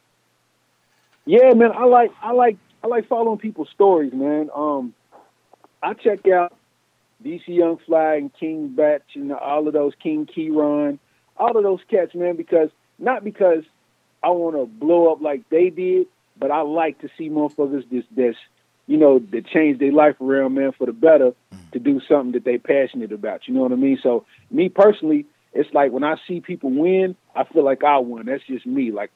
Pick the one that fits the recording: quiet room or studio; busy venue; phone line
phone line